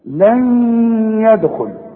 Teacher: وبعد النون الساكنة ياء، والياء من حروف الادغام، فهنا لازم اغن · Term: ادغام بغنة